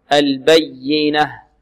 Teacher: البينة عندها عندنا ياء مشددة، والياء المشددة لابد من نبرها، لابد من النبر فيها، البينة، لا نقول البينة، البينة، بينة